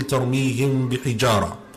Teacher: So you have the meem with the sukun, then the ba which comes in the next word. So you make the ghunna sound, it's as if you're hiding that meem sound behind the ba.